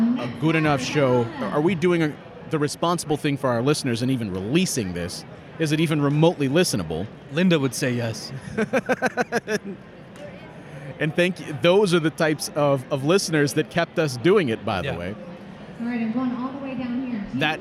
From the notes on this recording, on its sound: record this week's episode in the middle of GuardsFest 2023